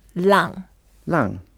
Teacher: it's a fourth tone, so we go down